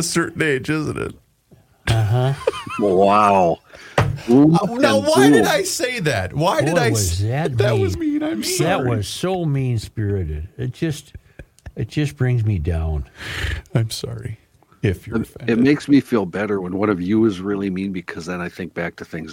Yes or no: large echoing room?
no